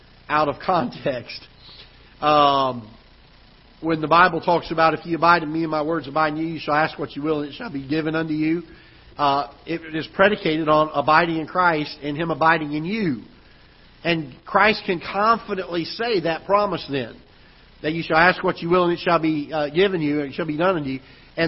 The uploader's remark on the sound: Ketha Heights Baptist Church ~ Live Broadcast